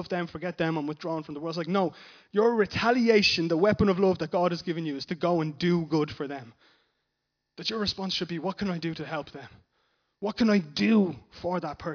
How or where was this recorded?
large echoing room